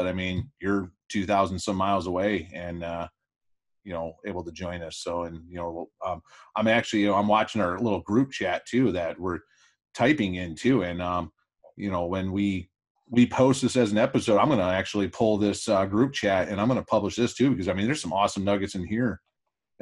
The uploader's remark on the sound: Hosted a virtual happy hour on Zoom. As an escape from the isolation as a result of COVID-19.